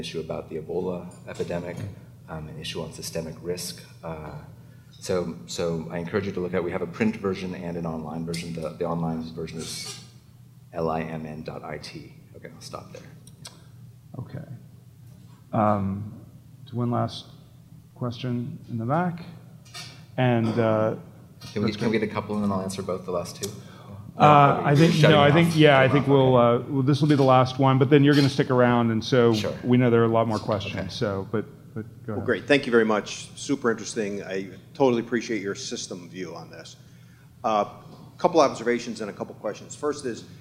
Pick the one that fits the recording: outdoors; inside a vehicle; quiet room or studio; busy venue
busy venue